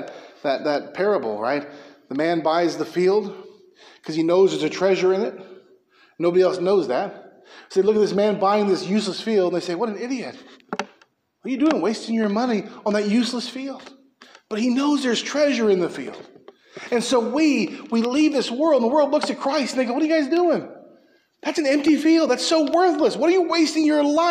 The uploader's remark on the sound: preached at Mckee Road Baptist Church in Bakersfield, Ca.